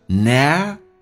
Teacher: Never 两个元音，一个元音升，一个元音降